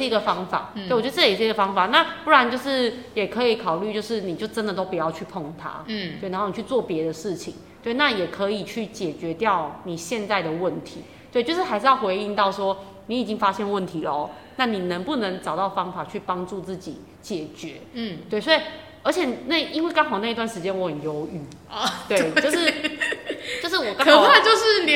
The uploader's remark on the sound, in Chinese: 本集聲音有稍微回音效果，。因為經費有限、場地有限，在高山上的教室錄音，。音場問題請見諒～。